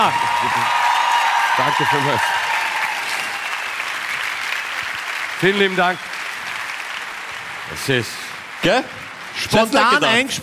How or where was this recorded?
live audience